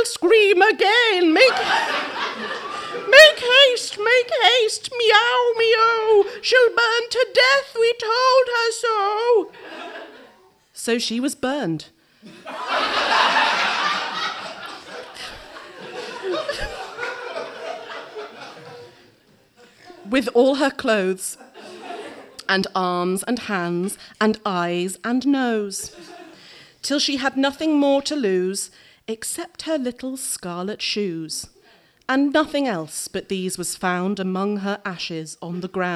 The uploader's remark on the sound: Some performances from the live and spooktastic Scare Slam, as recorded at the Old Red Lion Theatre on Friday 12th October 2018, for the London Horror Festival . Some performances from the live and spooktastic Scare Slam, as recorded at the Old Red Lion Theatre. For the London Horror Festival .